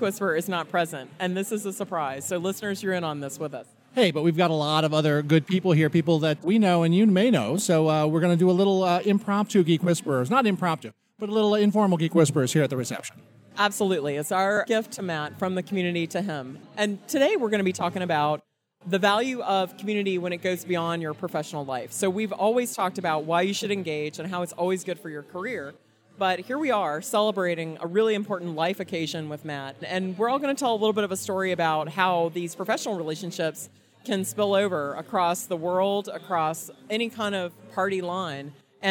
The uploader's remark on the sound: record a surprise episode of the Geek Whisperers from my wedding reception